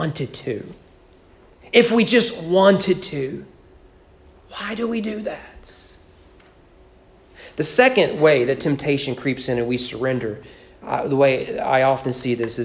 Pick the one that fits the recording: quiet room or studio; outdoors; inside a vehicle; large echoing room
large echoing room